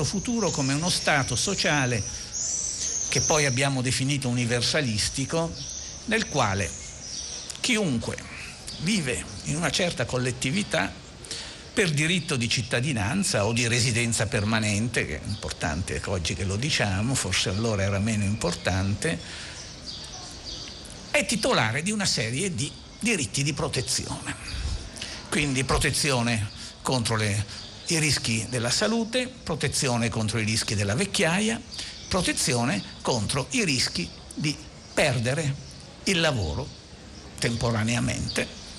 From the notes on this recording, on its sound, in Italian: Terza diretta dal Festival dell&#39;Economia di Trento.